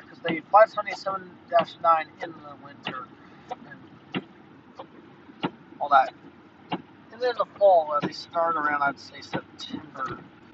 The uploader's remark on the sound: Here’s a “live” trip report recorded while I was driving to The Museum of Flight in Seattle.